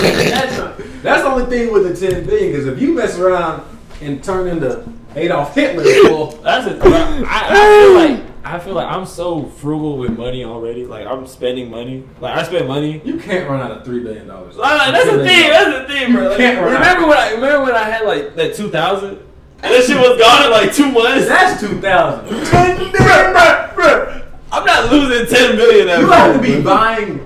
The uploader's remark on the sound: This was an experimental and learning phase for us so the audio quality is nowhere the best it could be.